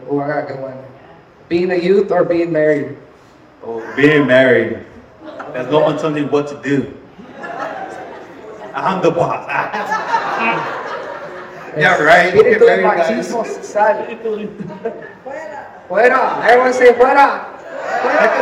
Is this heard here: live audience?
yes